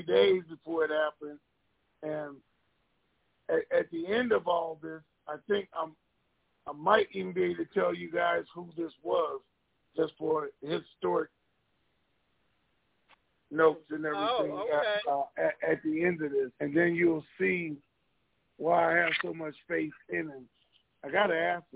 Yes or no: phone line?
yes